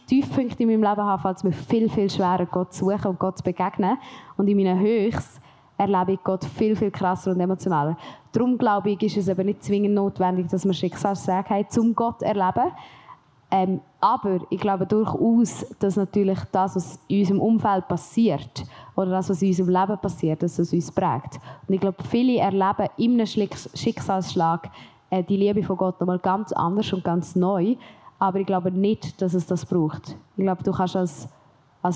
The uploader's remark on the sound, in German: LIVE vom PraiseCamp